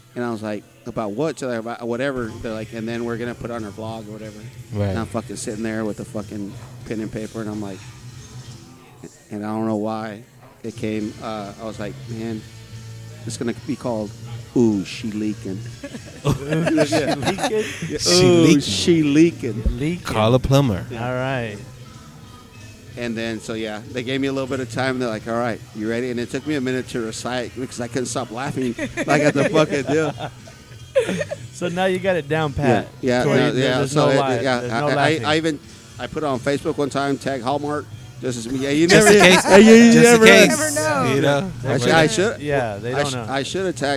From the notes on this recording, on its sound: on location at Whiskey River Saloon in downtown San Angelo, Texas.